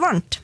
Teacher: Hvis man da er litt rask når man uttaler det, og økonomiserer talorganene sine litt, grann, så kan den her dentale, eller T-lyden som uttales bak tennene, eller der, kan den påvirke den M-en til også å bli en sånn dental-lyd. Så hvis du prøver å si en M, og så tar du i stedet for å lukke leppen, så tar du tunga bak på tennene.